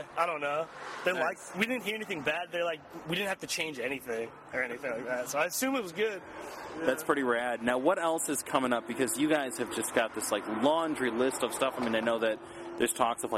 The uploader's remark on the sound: In an interview recorded onsite at their recent Empty Bottle show.